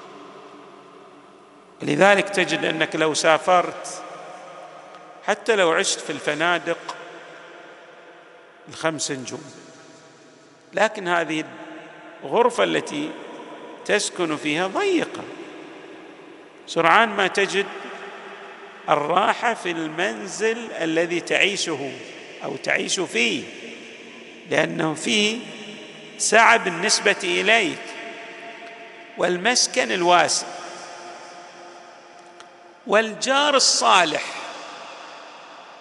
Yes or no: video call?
no